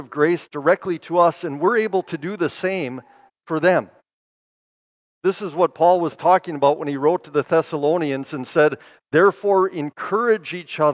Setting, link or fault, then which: setting, large echoing room